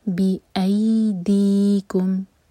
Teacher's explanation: بی ای ہے مدلین، سافٹ ہوگا, بی ای دی کم، دی مد تبعی کسرہ کے ساتھ